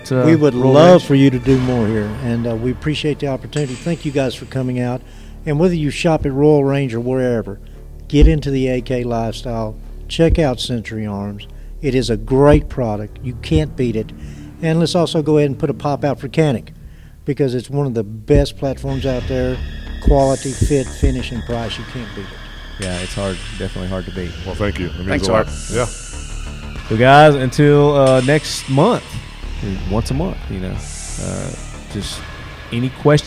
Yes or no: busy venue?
yes